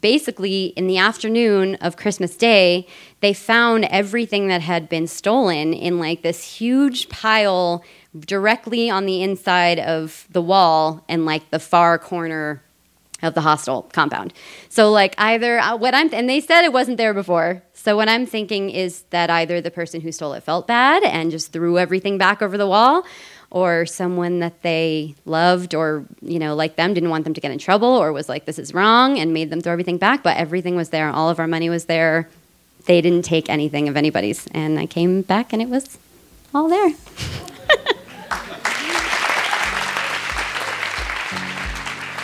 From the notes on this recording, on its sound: This story was recorded live on 20 December 2017 at Buntport Theater in Denver, Colorado.